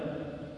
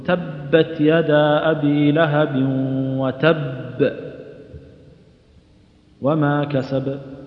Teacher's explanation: القلقلة تكون في وتب أقوى من كسب